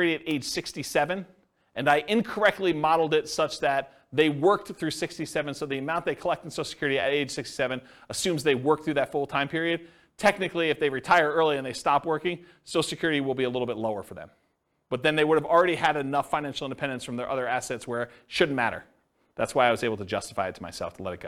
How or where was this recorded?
live audience